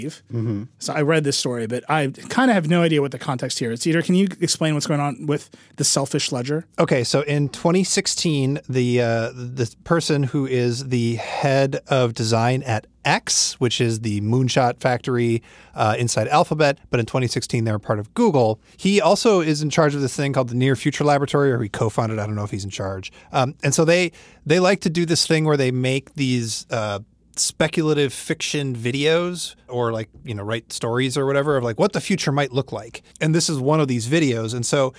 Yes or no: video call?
no